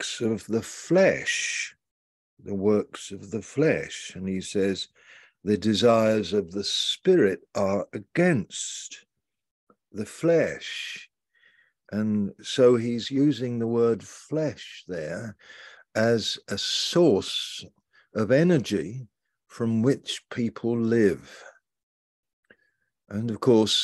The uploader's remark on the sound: Malaysia Meets (Zoom).